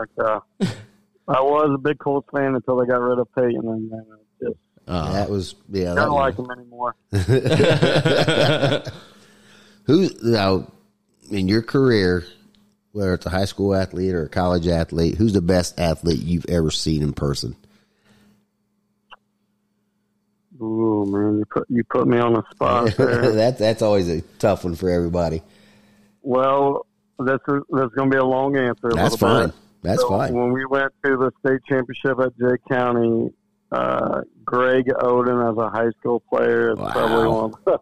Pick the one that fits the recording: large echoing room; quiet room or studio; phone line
phone line